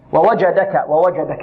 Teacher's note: الجيم ماذا؟ شديدة، فيها الشدة، صفة الشدة وهي انحباس صوت